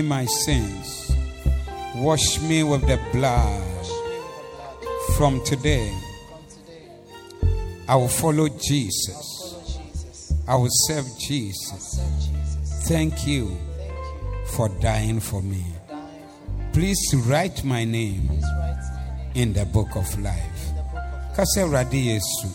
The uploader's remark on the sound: Preached at the Zeloo Service 14082022